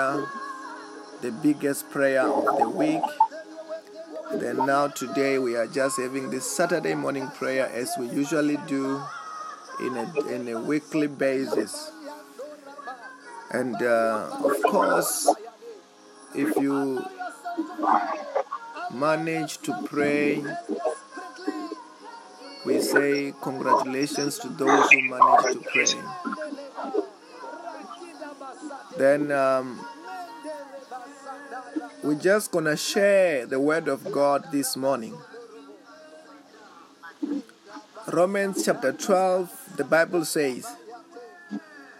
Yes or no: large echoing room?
no